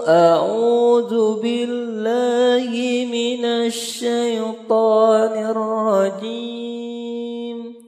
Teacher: Tonya naik kemudian jimnya datar. · Term: nahawan